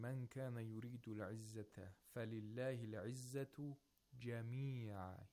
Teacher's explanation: So he places the stress on Jamia. As you put a stress on all. Yes, as if he wants to say it's only for Allah.